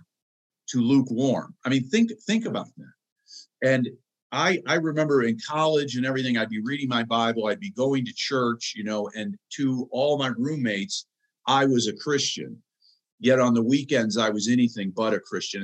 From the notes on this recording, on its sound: special Transforming Leadership Zoom call